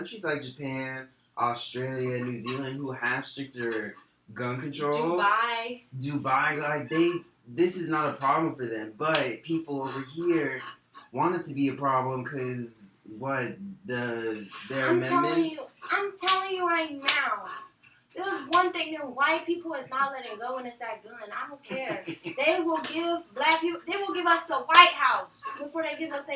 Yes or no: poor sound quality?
yes